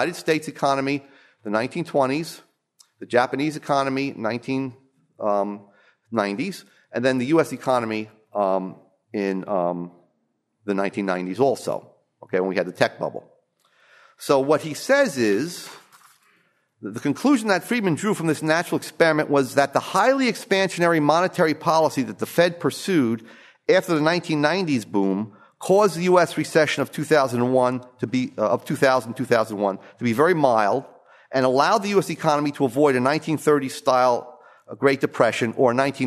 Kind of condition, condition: setting, large echoing room